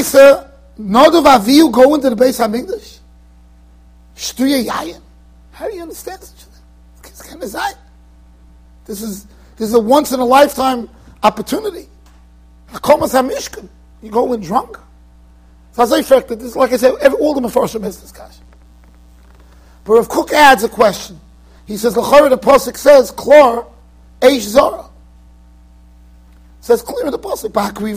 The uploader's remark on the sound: Shiur recorded in Yeshivas Ohr Reuven, Monsey NY.